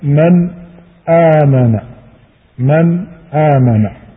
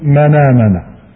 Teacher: اللغة هو التحويل، النقل في اللغة هو التحويل، وفي الاصطلاح هو تحريك الحرف بحركة الهمز الذي بعده ثم حذف الهمز من اللفظ · Shown in: second take